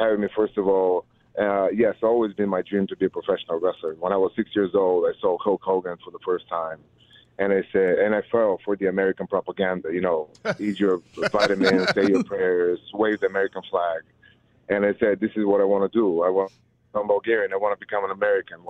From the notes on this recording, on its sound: called in to talk